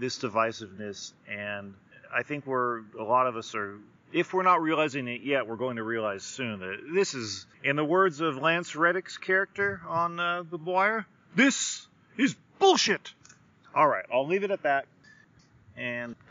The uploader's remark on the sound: Today’s episode is brought to you by me going outside. It was all recorded from the Great Outdoors.